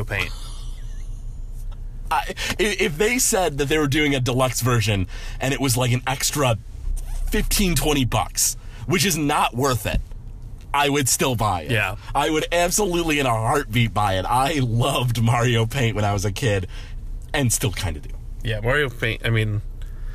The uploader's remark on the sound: Recorded live